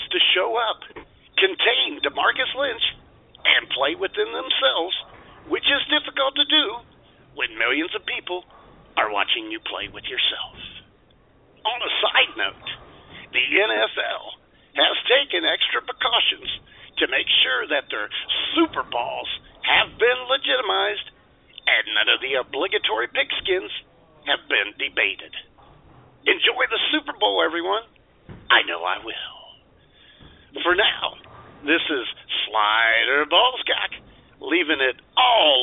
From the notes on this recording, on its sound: your phone calls